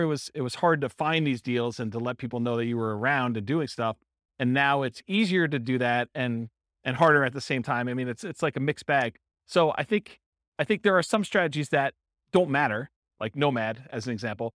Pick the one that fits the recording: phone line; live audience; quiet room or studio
live audience